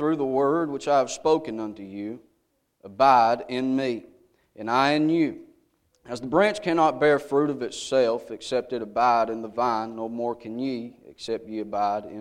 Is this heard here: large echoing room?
yes